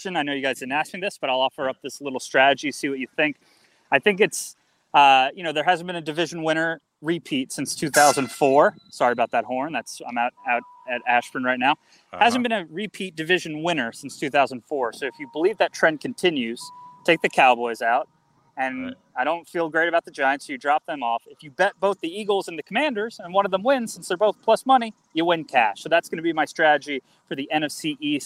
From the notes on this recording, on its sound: live from Washington practice